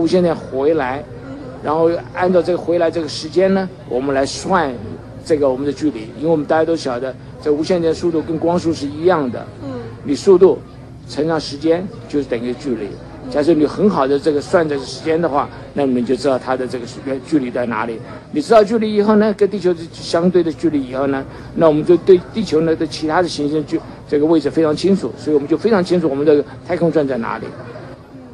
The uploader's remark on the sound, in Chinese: 现场Live】JPL Open House